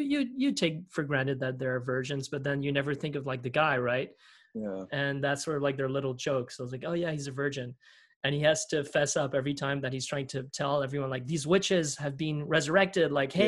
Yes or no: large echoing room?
no